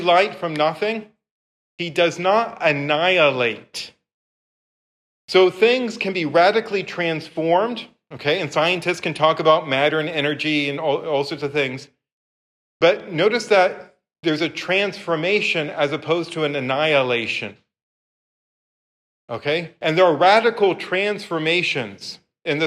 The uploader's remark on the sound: This lecture was given on July 17th, 2023, at St. Peter's Church on Capitol Hill.